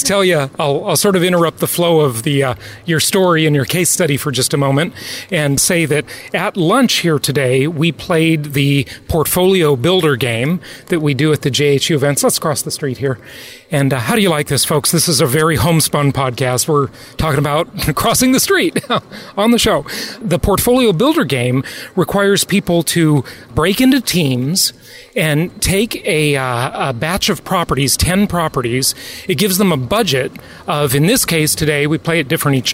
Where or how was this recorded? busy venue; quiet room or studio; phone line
busy venue